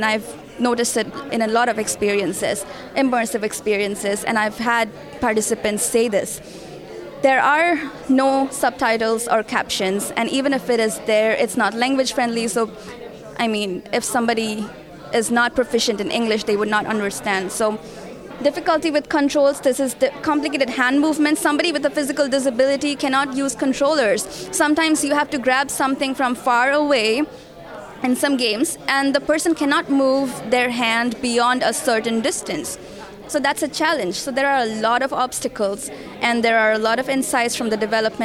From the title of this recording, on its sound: Poster Session Interviews from XR Access Symposium 2023